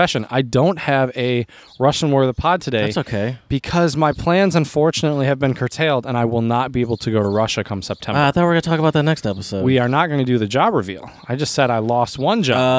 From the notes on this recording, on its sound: PORCH PODCAST. At his house doing a socially distant podcast outside on the porch.